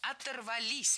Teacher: ставим ударение на окончание, которое вплотную подобралось к этому самому «се»